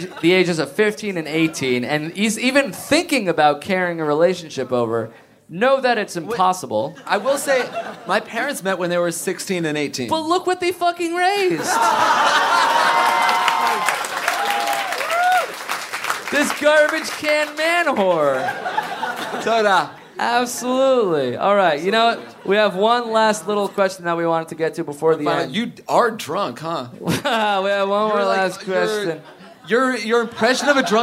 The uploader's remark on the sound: Recorded in front of a live studio audience at Littlefield bar in Brooklyn, NY!